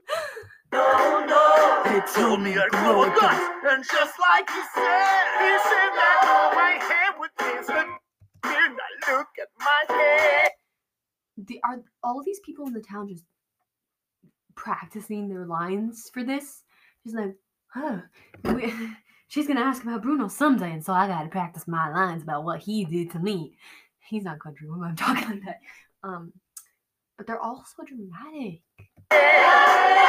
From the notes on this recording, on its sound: sorry for the audio....really bad.